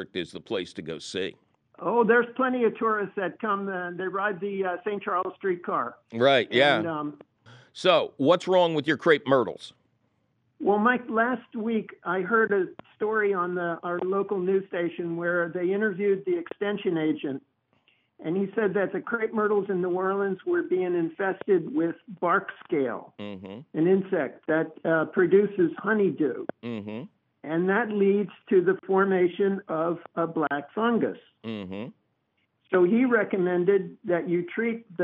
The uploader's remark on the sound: your fabulous phone calls!